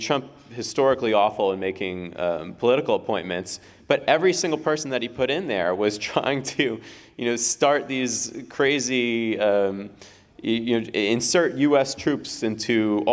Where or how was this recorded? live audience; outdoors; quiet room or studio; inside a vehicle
live audience